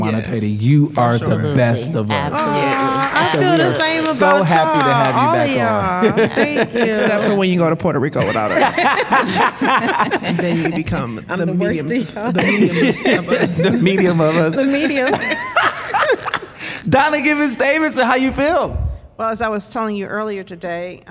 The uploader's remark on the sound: This week Authentically Detroit hosted a special live podcast